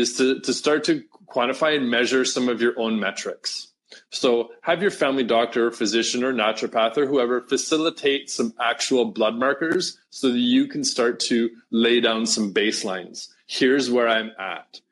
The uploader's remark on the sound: live stream call